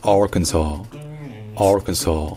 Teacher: Alors que dans Arkansas, l'accent tonique est sur le R, donc c'est Arkansas, Arkansas. Et donc le KN dans l'Arkansas, il n'est pas du tout accentué. C'est juste un KN. En fait, on n'entend presque pas la voyelle.